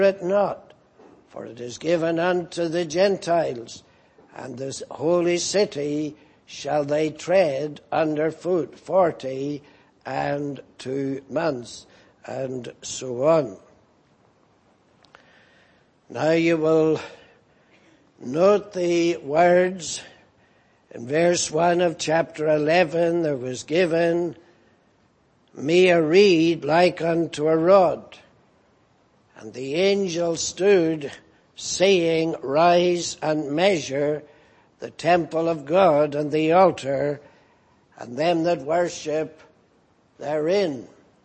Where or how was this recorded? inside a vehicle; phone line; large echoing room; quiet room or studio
large echoing room